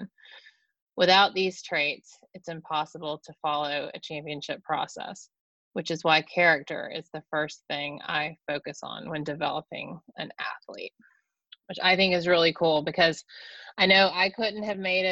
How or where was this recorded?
video call